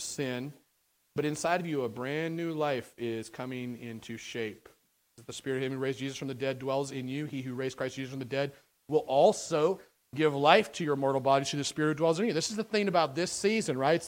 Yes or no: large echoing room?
yes